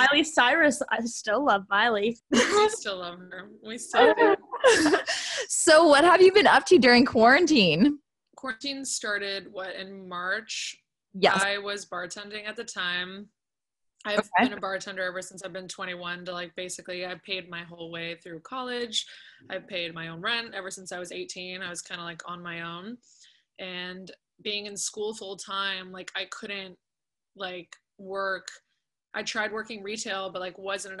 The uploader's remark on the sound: Sorry for the bad quality, we had some technical difficulties in the process, but it all still worked out!